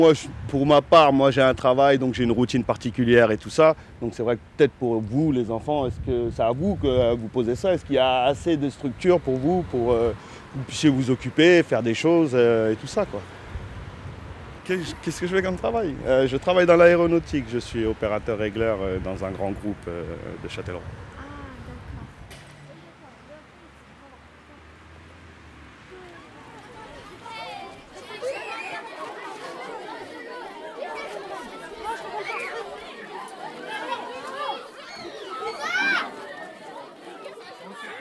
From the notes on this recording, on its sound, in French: Carte postale sonore : la plaine d'Ozon à Châtellerault. Un groupe d'élèves allophones du LP2I a réalisé une carte postale sonore à la plaine d'Ozon à Châtellerault, pour saisir la diversité culturelle du quartier.